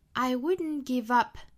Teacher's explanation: 这个 wouldn't 我们注意单词内部其实是有一个鼻爆音的，那鼻爆音呢其实是 t, n, d, n 两种的音素组合能够发出鼻爆音。那这里呢其实大家大可不必强求啊，如果说真的找不出来这个鼻腔爆破的感觉，去发成 den 或者是 ten 也是完全可以的，也就是 I wouldn't 这个 wouldn't 也是可以的。如果能够发出 wouldn't,那当然是最好，发不出来的话发成